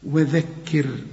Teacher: الراء هنا عند الوصل وعند الوقف مرقق ليه قبلها مكسور وهي ساكنة والساكن يتبع الحرف اللي قبله إذا كان مكسور ترقى، مفتوح فخم